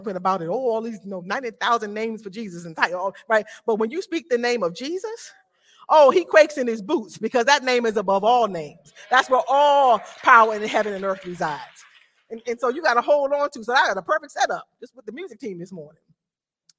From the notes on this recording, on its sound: This sermon was recorded live at Newark United Pentecostal Church.